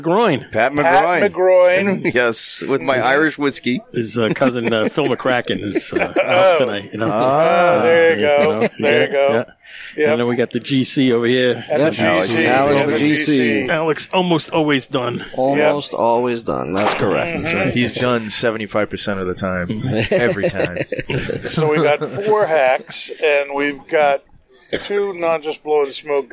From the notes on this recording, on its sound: Recorded live in the 7-20-4 Lounge!